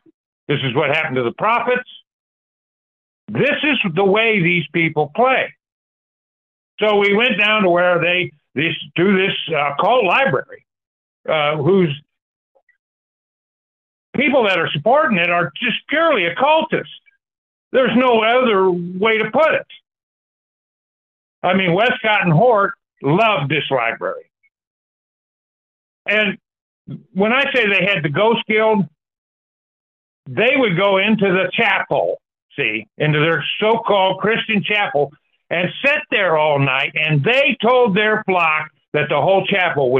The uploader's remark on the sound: Sunday Call In Bible Study January 14, 2024